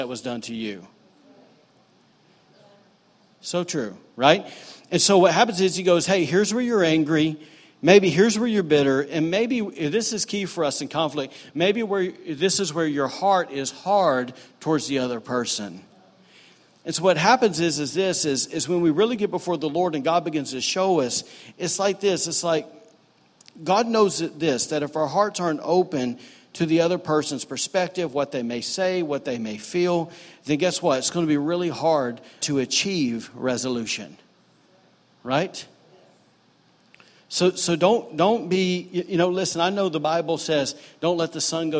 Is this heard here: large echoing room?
yes